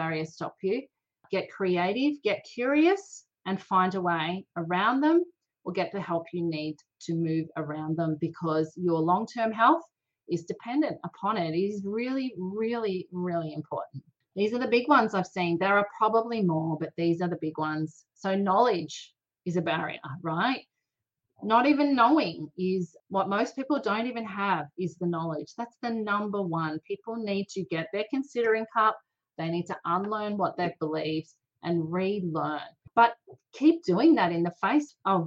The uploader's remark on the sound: recorded a live and interactive webinar on this topic, and she’s sharing the audio with you